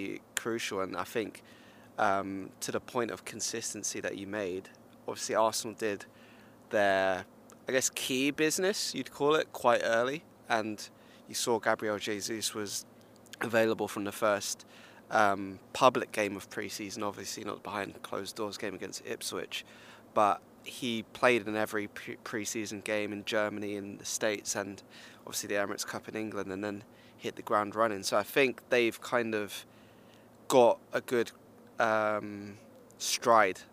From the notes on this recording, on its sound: The first time we've ever recorded in-person. Live (in a fashion) from the back of London Colney Retail Park having just been to Costa. Live from a cark park near you.